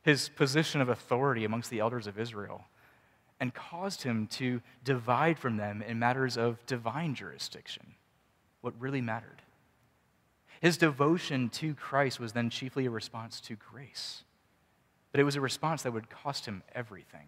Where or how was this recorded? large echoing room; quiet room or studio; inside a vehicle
large echoing room